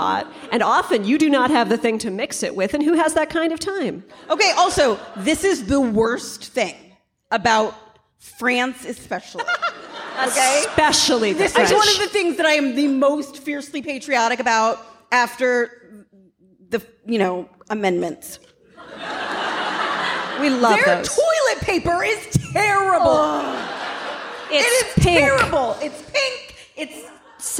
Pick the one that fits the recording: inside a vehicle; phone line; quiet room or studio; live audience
live audience